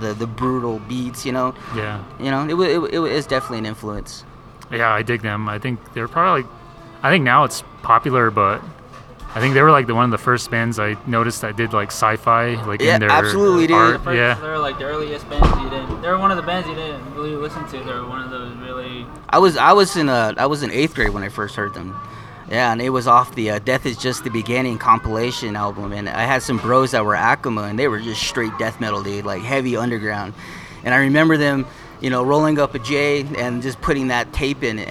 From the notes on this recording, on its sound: I met up with the band at Starbucks in Gallup NM so excuse the background noise.